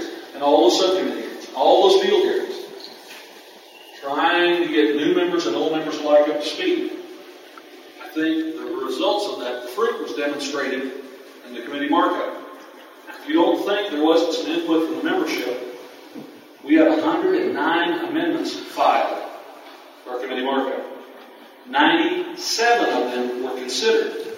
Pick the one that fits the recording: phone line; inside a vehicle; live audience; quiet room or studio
live audience